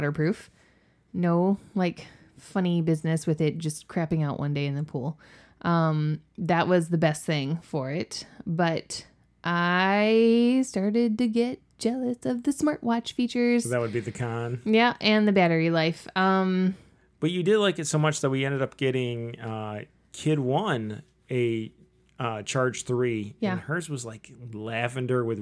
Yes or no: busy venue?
no